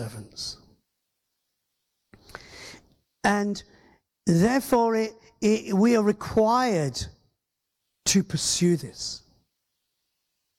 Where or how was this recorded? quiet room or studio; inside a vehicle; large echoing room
large echoing room